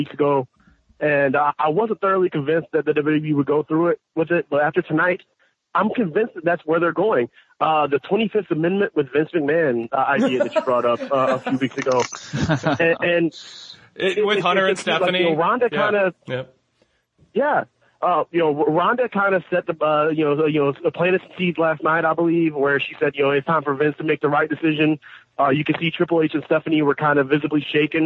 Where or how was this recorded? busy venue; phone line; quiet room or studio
phone line